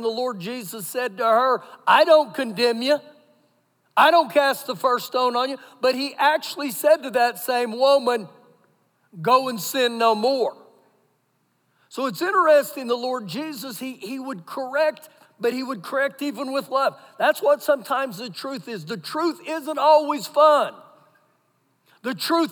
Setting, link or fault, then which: setting, large echoing room